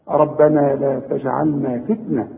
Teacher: اذا الجيم اهي عليها السكون فلازم اقلقلها · Term: قلقلة